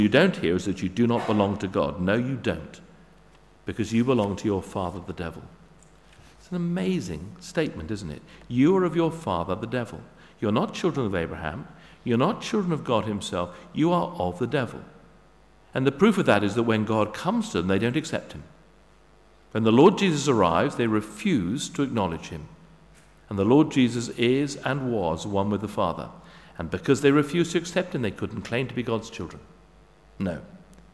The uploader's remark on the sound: Sermon at St David's Moreton in Marsh